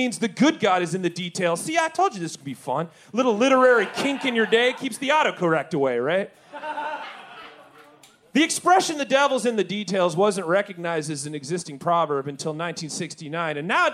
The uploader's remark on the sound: Recorded LIVE at Chicago’s Historic Green Mill Lounge on June 17th 2023